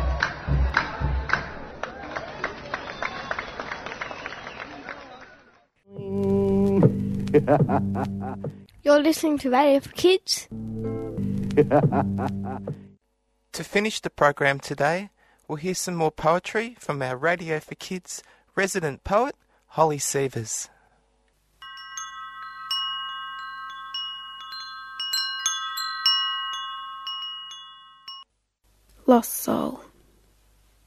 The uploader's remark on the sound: Kids on Radio visited an Ethiopian Festival Day at the Melbourne Immigration Museum. We spoke to kids and teachers at the festival and recorded live musical performances by the kids. Recorded at 3cr.org.au studios.